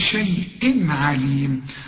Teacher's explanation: احنا التنوين اللي بعده العين ما تغنش، لان العين من حروف الابهار.